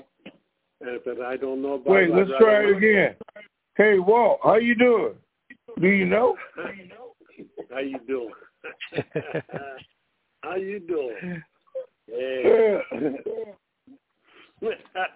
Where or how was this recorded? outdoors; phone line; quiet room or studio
phone line